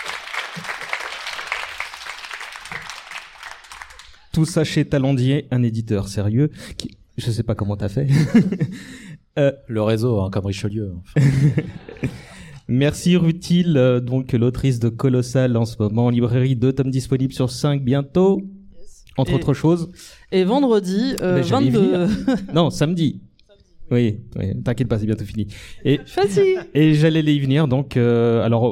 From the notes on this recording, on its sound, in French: Cet épisode a été organisé avec ce collectif d’artiste dans le cadre du #PrintempsDesMousquetaires, événement qui se compose de cette émission qui a été enregistrée en public. Cet épisode a été enregistré au Majestic Passy , cinéma situé au 18 Rue de Passy, dans le 16ème arrondissement de Paris.